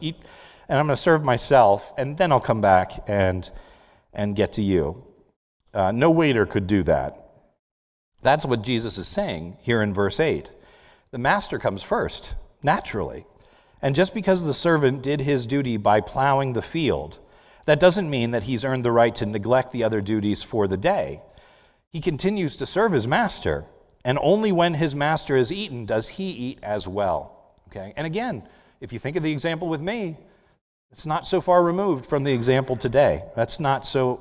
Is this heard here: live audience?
yes